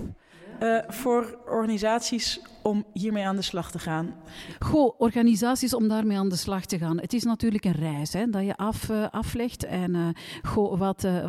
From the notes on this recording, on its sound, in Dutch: Live vanop Binnenkoppers